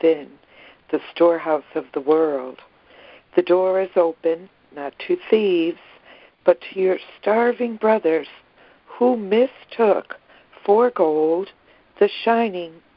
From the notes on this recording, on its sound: ACIM Daily Conference Call